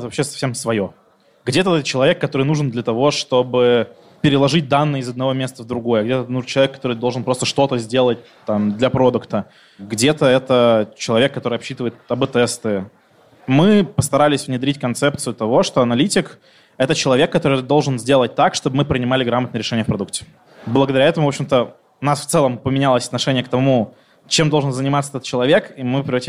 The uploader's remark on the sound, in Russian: Это особенный выпуск – мы записывали его в видеоформате перед большой аудиторией на конференции «МатеМаркетинг».